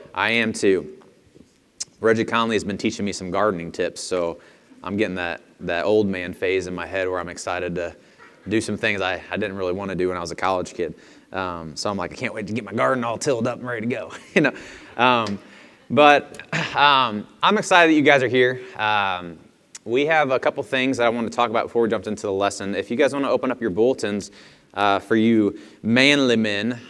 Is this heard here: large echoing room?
yes